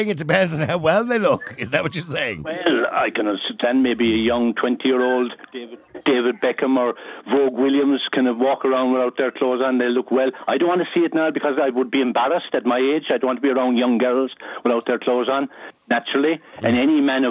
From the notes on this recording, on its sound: Opens the phone lines, inviting callers to share their opinions on the matter.